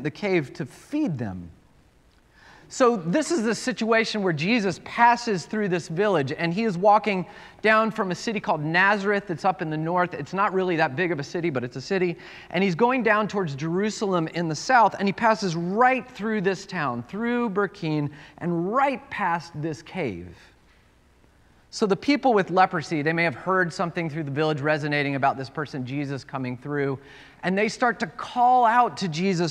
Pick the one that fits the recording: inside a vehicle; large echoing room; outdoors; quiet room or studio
large echoing room